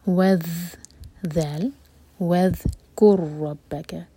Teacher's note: یہ ہے ادغام متماثل، اس کو ایک ہی بار زور دے کر پڑھا جائے گا